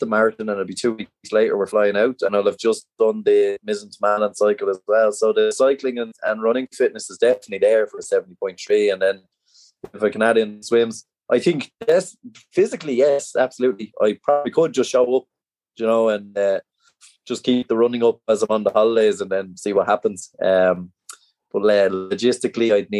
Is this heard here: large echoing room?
no